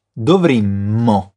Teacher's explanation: Lembra que aqui tem uma dupla consoante, o M. Pronuncia o som bem forte.